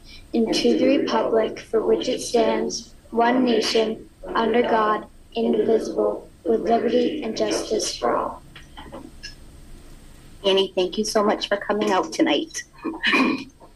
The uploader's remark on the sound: My notes were captured remotely as I viewed the meeting via the Zoom connection.